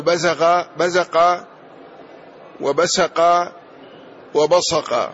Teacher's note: هكذا هو في النسخ بسق بالسين، وهي صحيحة، يقال بزق وبسق، يعني هذه المادة ينطقها العرب بثلاث لهجات، إما بالسين أو بالصاد أو بالزاي، فيقال بزق بزق وبسق وبصق، وكلها بمعنى واحد.